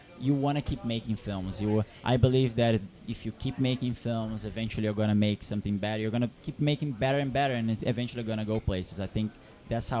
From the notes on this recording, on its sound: At the KGFC Filmmakers Lounge hosted by Ateaz Organic Coffee & Tea. The Kew Gardens Festival of Cinema.